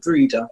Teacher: So a long vowel E sound in the middle, Dreda.